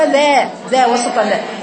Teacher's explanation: وما تفتحيش بقك على اخره تقولي ذا ده تفخيم